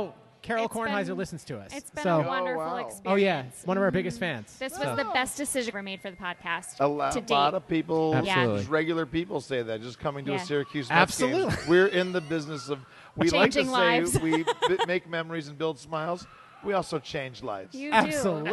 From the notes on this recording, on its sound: LIVE in Syracuse, NY at La Cheeserie Night Part Deux for the Syracuse Mets. Multiple Littles who came out to attend the game.